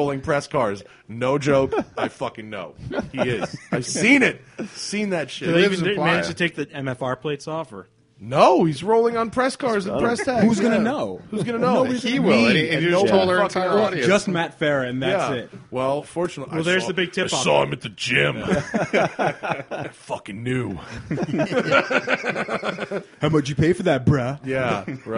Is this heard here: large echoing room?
no